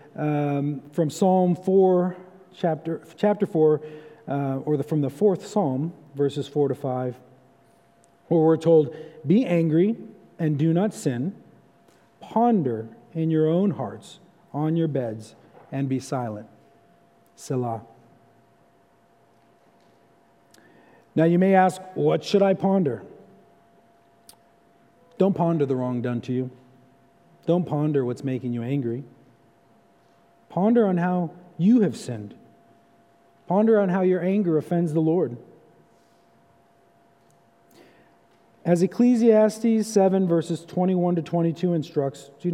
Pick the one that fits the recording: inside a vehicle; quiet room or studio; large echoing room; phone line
large echoing room